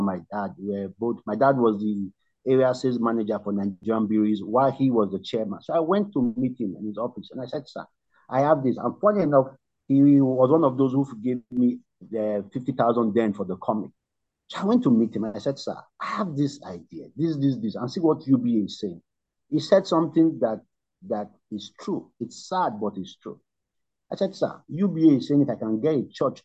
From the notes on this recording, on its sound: Night Vigil Zoom meeting with The Team Nehemiah Brethren.